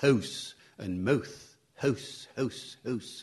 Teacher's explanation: To take another example of an old feature, that's heard today, a word like house today, house and mouth, ow, the ow sound. It has a central start